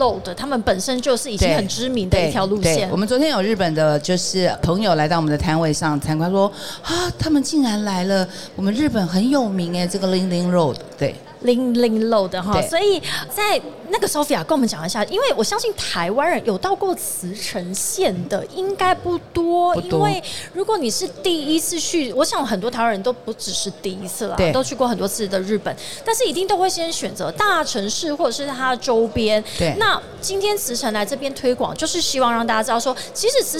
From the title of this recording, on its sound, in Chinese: 2022 Taipei Cycle台北國際自行車展-Live Podcast